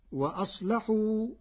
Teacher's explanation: بتغليظ اللام لوجودها مع الصاد المفخمة